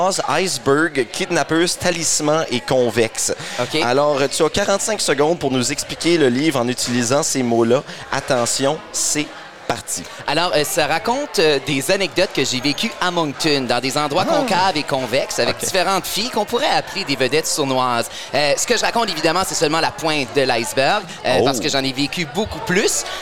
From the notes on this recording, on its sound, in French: Enregistré au Tire Shack à Moncton.